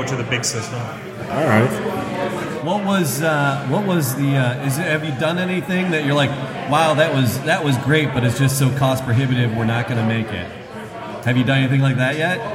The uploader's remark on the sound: Live from Falling Down Beer Company IT in the D Charity Event